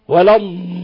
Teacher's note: اضغط على الضاد وأظهر الاستطالة